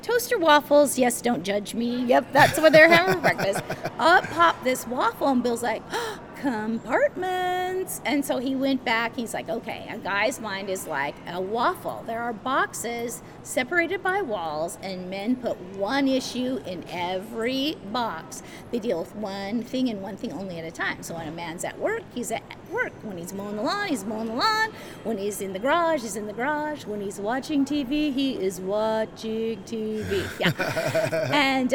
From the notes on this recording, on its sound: LIVE from CPE 2022!